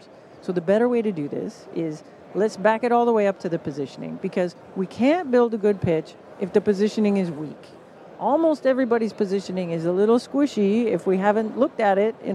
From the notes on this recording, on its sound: live from the #SaaStock2023 Podcast Stage